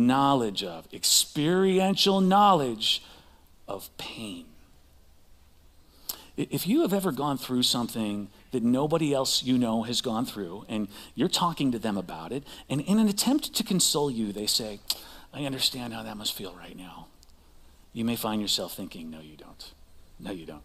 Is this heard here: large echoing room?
yes